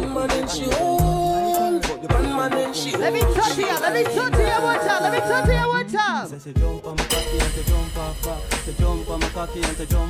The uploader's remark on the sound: live set at Soulbaila in Hartford,CT.